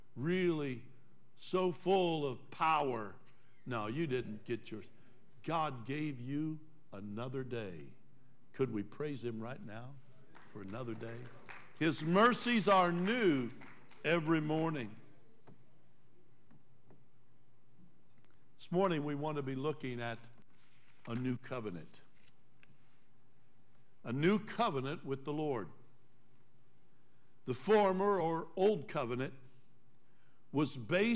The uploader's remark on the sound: Trinity Church Live